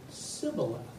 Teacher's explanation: in their dialect, they had a hard time pronouncing the H